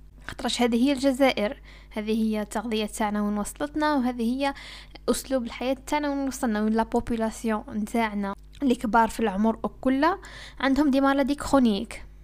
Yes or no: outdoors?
no